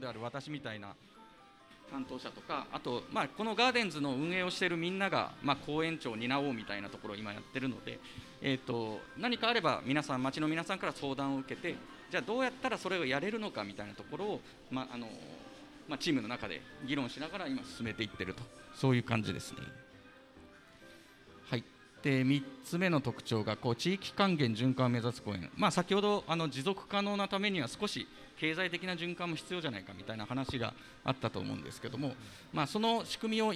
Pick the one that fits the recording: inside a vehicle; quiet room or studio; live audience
live audience